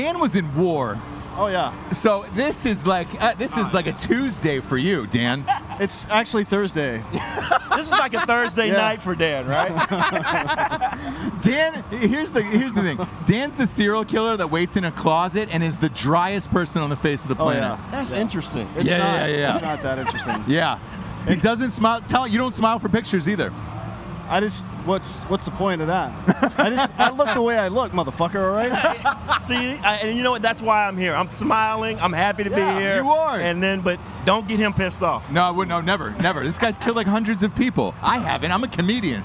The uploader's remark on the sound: Live from Philly at the Eagles home opener. 6 members from stadium security show up.